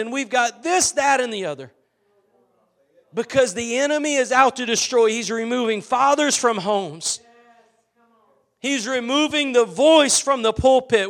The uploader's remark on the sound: Preached at Gospel Lighthouse in Bossier City, La.